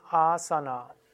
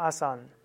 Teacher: Und deshalb oft, wenn hindische Muttersprachler Sanskrit wiederholen oder sprechen, dann sprechen sie oft Sanskrit leicht hindisiert aus. Das heißt, sie machen kein langes A oder sie lassen sogar das letzte A weg · Shown in: second take